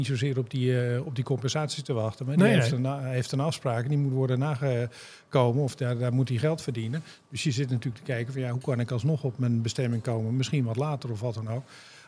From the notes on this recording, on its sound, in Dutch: De Luchtvaartnieuws Podcast ging deze keer on tour, en was te gast in de vernieuwde LuminAir rooftop bar van het DoubleTree by Hilton in Amsterdam.